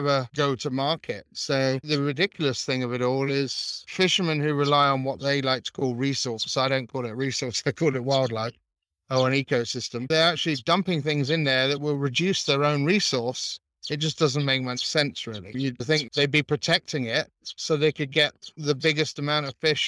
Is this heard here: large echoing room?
no